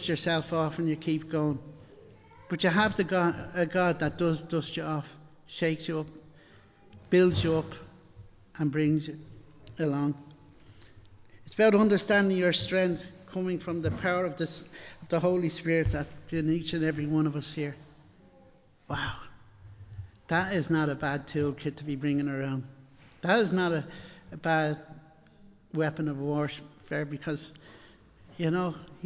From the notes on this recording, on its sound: Recorded live in Liberty Church on 29 January 2023